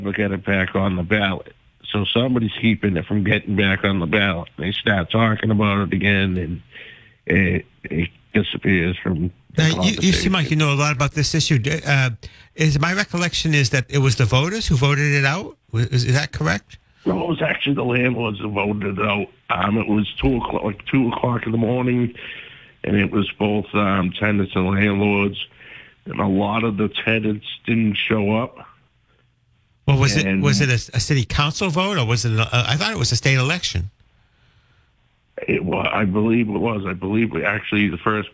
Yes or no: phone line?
yes